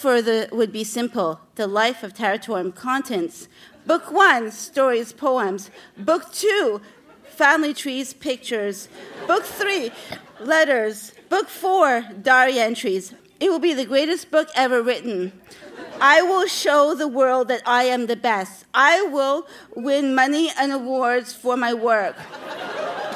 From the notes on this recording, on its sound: Recorded live at the Rio Theatre in Vancouver.